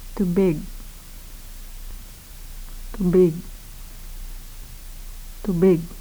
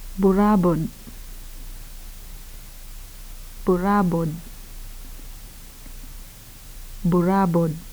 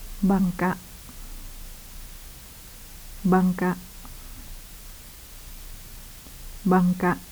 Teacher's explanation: all final occlusives, voiced stops, voiceless stops, and nasal occlusives, are unreleased · Term: Final unreleased occlusives